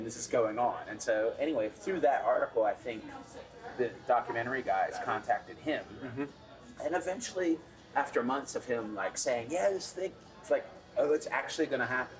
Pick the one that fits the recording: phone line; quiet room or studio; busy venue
busy venue